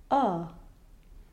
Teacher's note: If you try to say an O without your lips, interestingly enough, what you get is the English vowel a, which is the upside down V in phonetics.